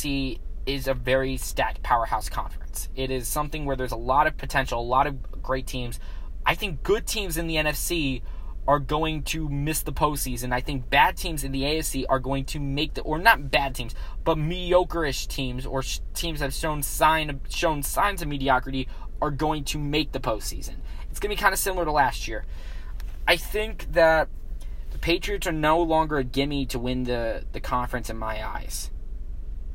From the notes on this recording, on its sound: Filmed live in his car